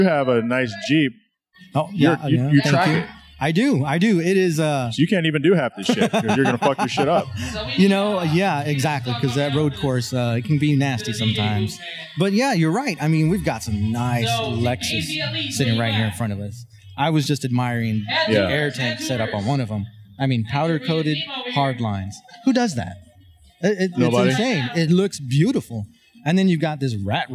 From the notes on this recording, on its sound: Live from Elite Tuner Arizona.